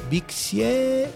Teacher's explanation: No hay sílaba tónica, sino más bien lo que hacen es levantan el tono